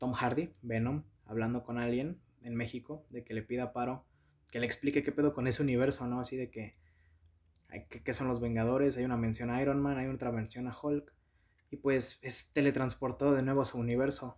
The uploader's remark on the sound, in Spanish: podcast con audio feo